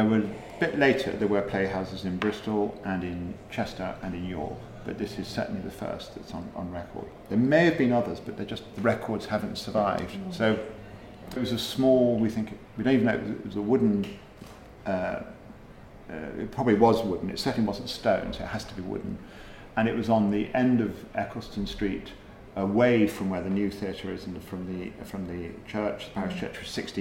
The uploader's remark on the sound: We recorded this podcast at The Lord Strange pub. Another one of Prescot’s gems The Lord Strange is a comfy cozy pub.